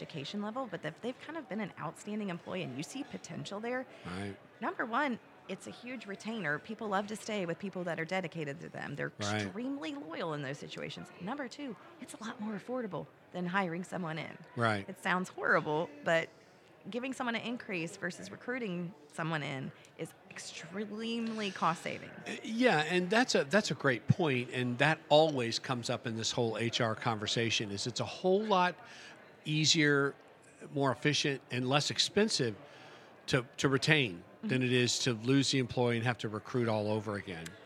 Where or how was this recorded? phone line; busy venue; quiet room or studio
busy venue